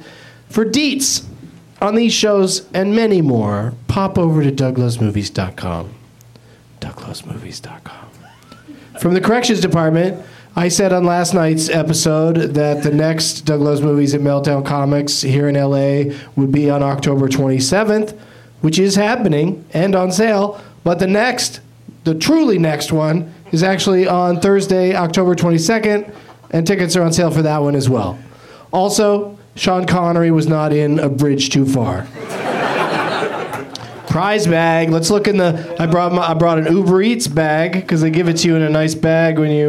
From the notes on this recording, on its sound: Live at the UCB Franklin